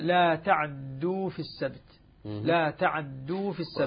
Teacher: يأتي القارئ بثلثي الحركة لأن الاختلاس يكون وصلا بينما الروم يكون حالة الوقف.